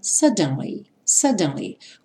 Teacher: no inglês britânico eles falariam suddenly, suddenly, com o D bem marcadinho